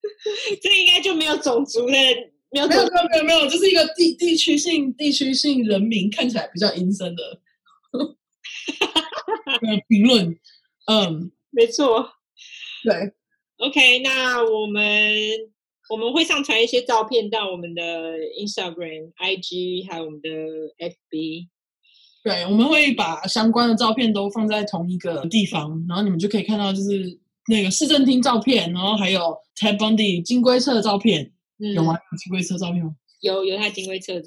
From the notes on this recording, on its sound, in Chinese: 初期音質不佳，敬請見諒